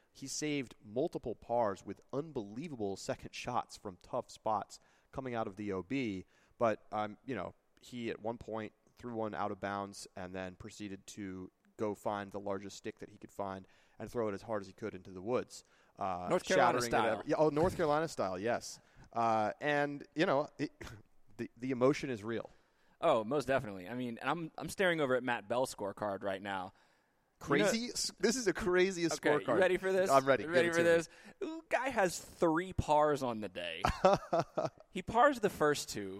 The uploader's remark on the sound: a LIVE edition of The Upshot podcast from Smuggler's Notch resort in Vermont, the site of the 2018 PDGA Pro Worlds